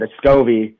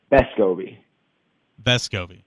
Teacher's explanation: my understanding is the emphasis is supposed to be on the first syllable, not the back half. · Shown in: second take · And the way that we've been saying it, Vescovi puts the emphasis in the back two syllables, specifically the second one.